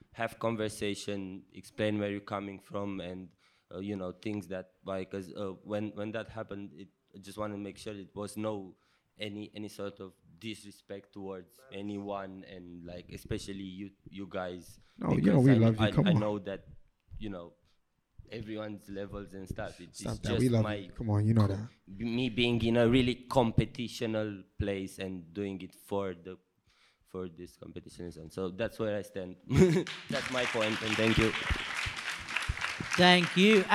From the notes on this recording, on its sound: Litefest 2021 Live Talk. It is the first ever live podcast we've managed to do.